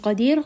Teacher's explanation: قَاف is going to be heavy. رَا in this case is light because it has a سُكُون and the letter before also has سُكُون